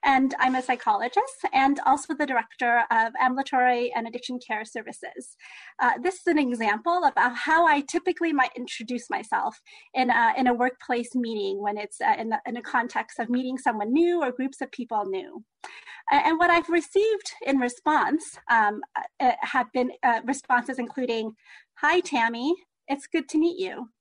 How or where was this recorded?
video call